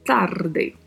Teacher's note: também temos a letra A aberta e a letra E fechada e o vibrato do R. Além do som do DE, que tem som de D não tem o som de, como a gente conhece no português.